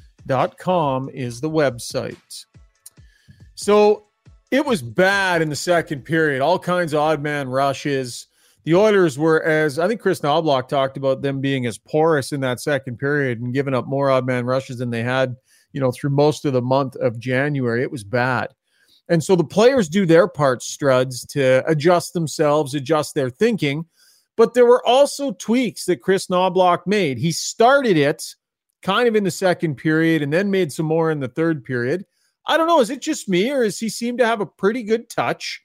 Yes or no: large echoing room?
no